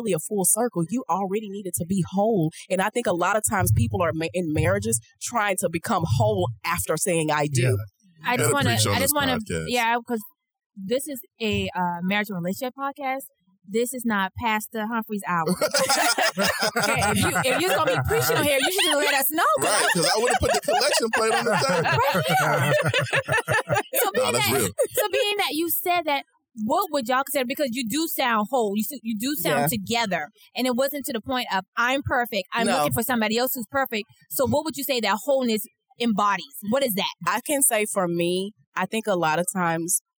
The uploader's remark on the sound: A Trenches BONUS episode that was recorded during Podcast Movement Orlando back in August.